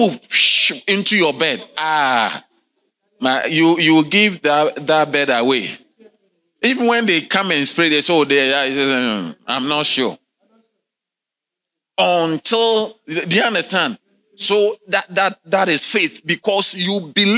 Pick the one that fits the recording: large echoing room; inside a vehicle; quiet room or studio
large echoing room